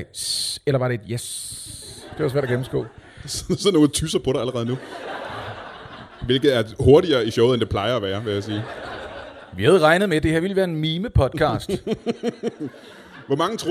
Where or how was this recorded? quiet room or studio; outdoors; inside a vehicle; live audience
live audience